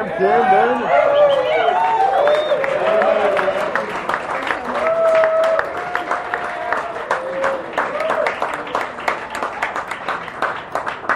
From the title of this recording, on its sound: LIVE announcement of the Oregon Timber Trail at Base Camp Brewing